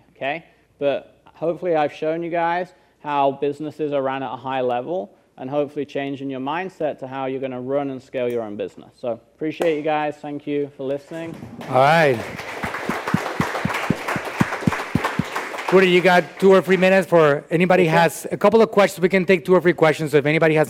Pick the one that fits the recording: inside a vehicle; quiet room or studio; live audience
live audience